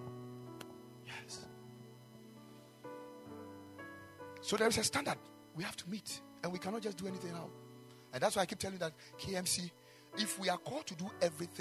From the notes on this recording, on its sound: Preached at the Ekklesia Chapel